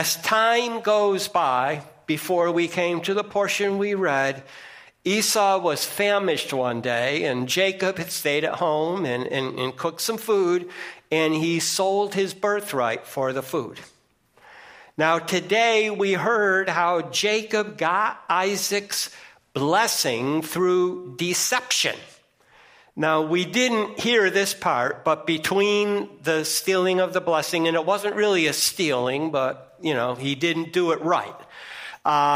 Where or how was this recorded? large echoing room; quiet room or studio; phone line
large echoing room